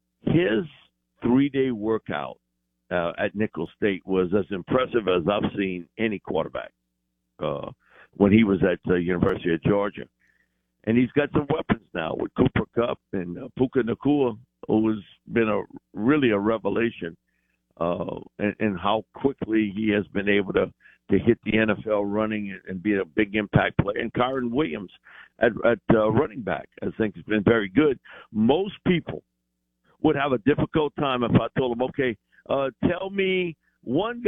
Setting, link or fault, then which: link, phone line